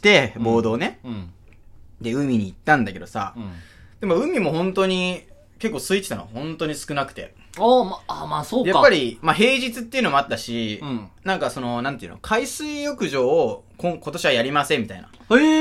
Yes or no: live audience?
no